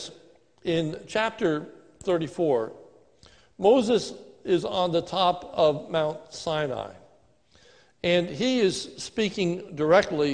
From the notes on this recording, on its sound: This is a sermon recorded at the Lebanon Bible Fellowship Church in Lebanon, PA on 10/25/2020 during the morning service. Is a stand alone sermon for our groundbreaking service.